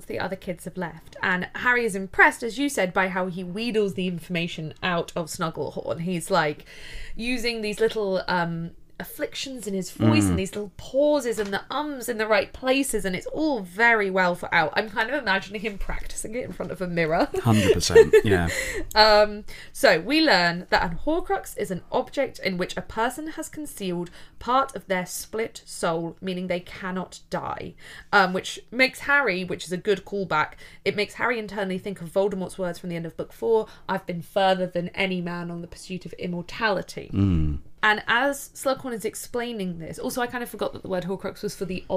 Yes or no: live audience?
no